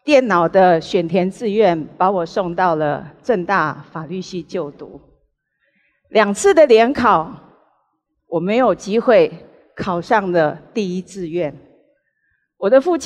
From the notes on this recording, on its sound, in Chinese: 本集節目取自【2023突破者知識跨年饗宴】現場錄音。